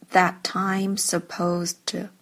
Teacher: 这个 that 的 t 可以省略